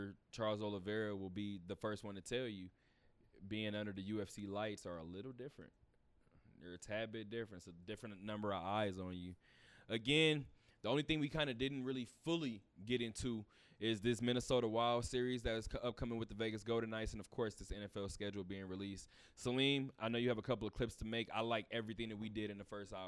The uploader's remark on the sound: Talk that Talk Radio Show Live from Westgate.